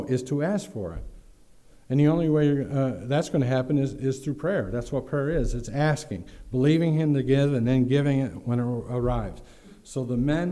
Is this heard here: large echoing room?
yes